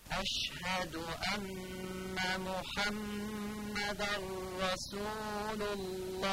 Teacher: این دوتا نون و میم مشدد غنه داره